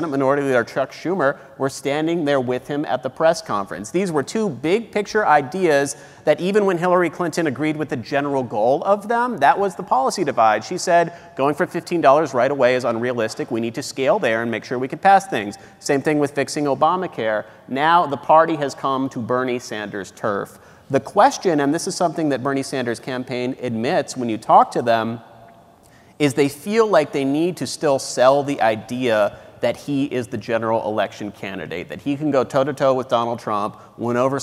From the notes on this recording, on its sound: Recorded in front of a live audience at the National Constitution Center in Philadelphia.